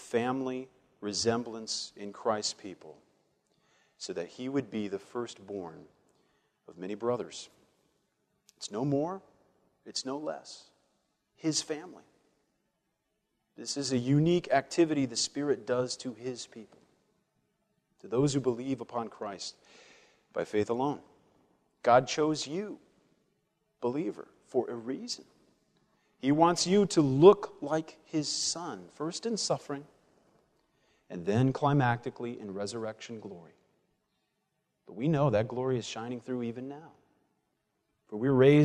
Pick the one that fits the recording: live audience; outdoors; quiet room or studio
live audience